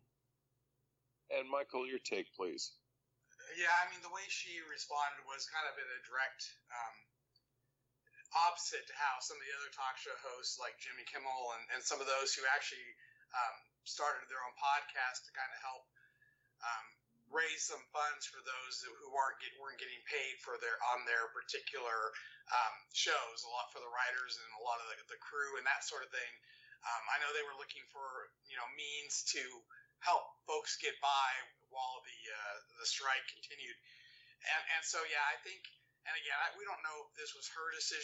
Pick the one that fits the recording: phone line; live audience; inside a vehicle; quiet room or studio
phone line